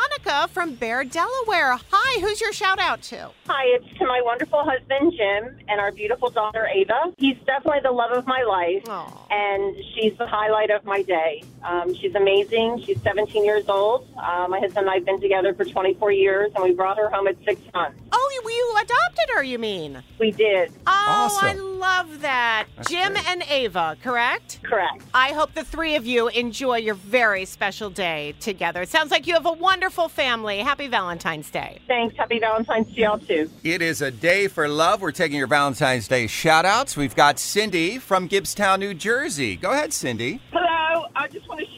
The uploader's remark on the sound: Listeners call